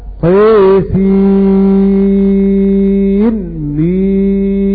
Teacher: حمزة في أول سورة الشعراء وسورة القصص يقرأ بإظهار النون مع الميم، فيقرأ هكذا طيسين ميم هكذا بالإظهار.